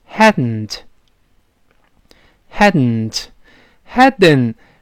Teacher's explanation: 你看我要读 Hadn't，但是舌尖粘住鼻子出气儿。 · 舌尖儿没有爆破，从鼻子出气儿，舌尖儿粘到了上牙膛上 · Term: 鼻腔爆破